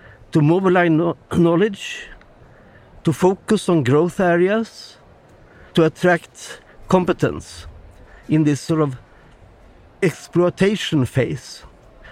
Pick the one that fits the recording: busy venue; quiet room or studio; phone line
busy venue